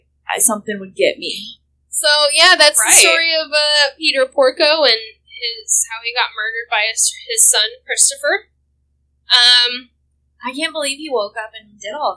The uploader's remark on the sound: We're still figuring out the whole sound thing but I promise it will get better, lol.